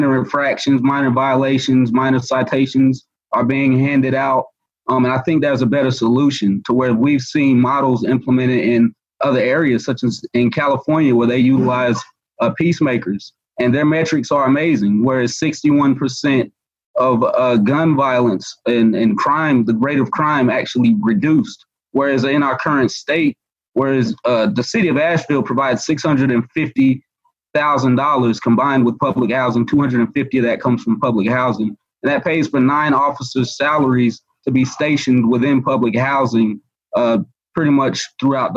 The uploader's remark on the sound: Blue Ridge Public Radio hosted a live Zoom panel.